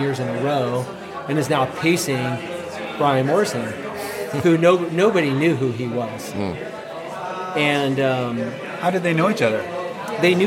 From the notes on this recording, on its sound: a live recording session late in 2021 at The Aid Station in Auburn, CA.